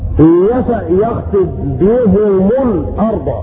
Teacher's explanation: يخطب بهم بضم الهاء والميم